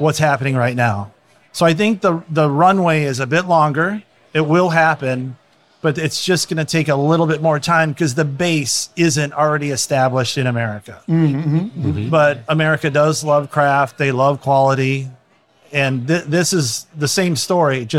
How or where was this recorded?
live audience